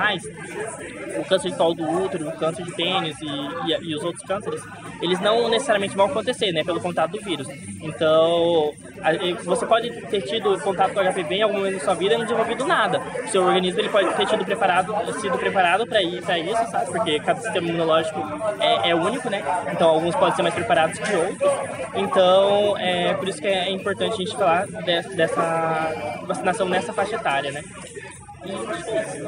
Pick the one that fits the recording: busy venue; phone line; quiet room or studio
busy venue